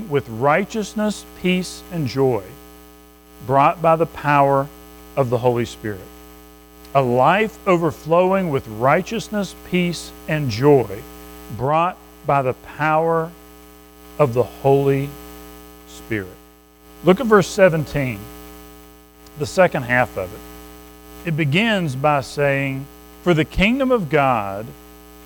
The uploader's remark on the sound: Recorded at Madison Baptist Church in Madison WV